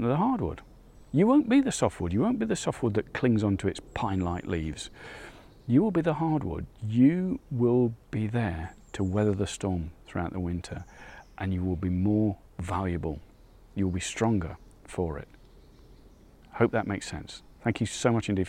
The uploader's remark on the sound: Out on another walk. Heading towards the woodland.